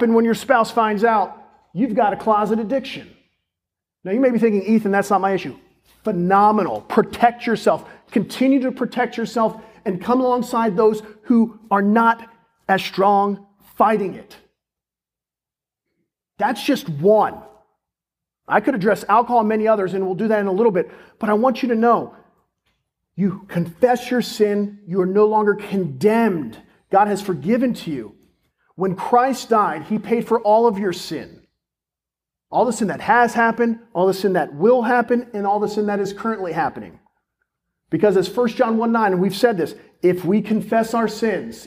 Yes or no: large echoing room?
yes